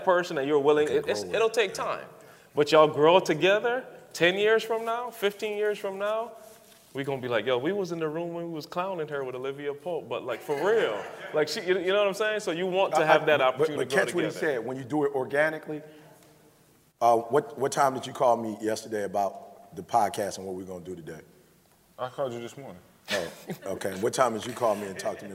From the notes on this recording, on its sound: Recorded their first live podcast in front of an audience last week. Live Q&A.